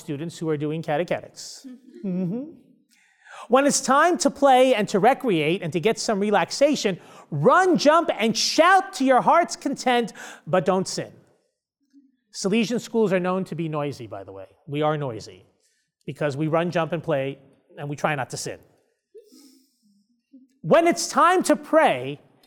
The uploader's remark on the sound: delivers his keynote address during a Catechetical Immersion Day at Franciscan University of Steubenville